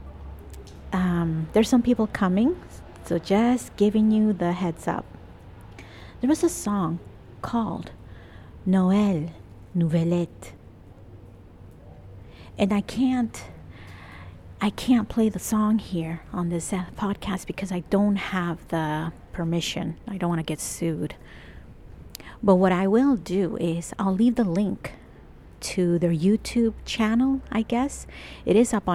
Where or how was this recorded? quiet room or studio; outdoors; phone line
outdoors